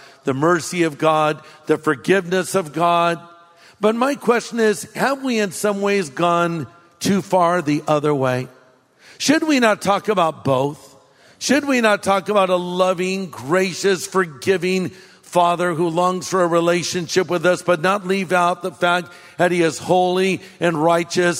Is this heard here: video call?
no